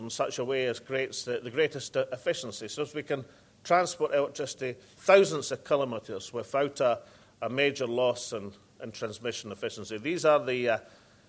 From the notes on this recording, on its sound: First Minister keynote speech - Scottish Offshore Wind and Supply Chain Conference in Aberdeen